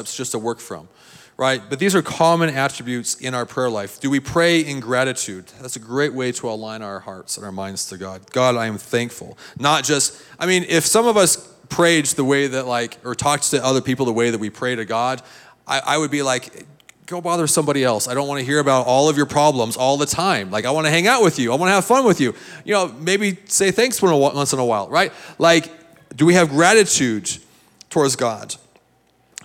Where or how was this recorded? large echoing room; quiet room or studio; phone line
large echoing room